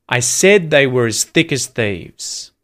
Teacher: the sort of helping words like as or were, they get reduced down.